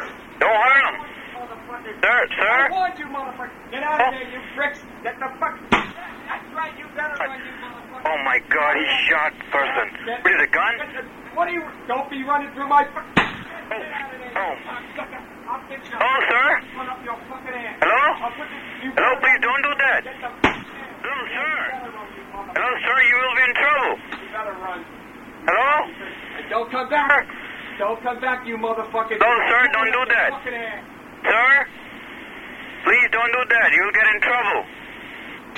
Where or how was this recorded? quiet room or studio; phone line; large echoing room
phone line